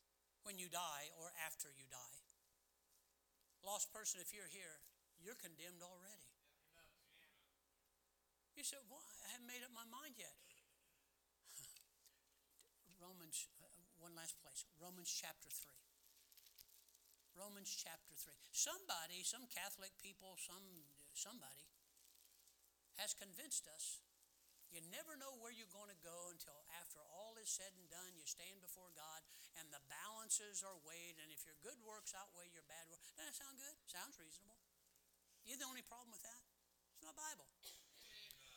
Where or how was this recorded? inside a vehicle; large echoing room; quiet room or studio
large echoing room